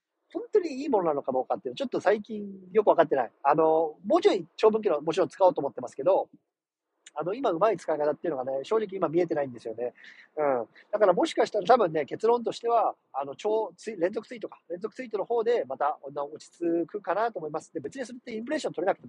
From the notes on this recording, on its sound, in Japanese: 車の中から収録してます。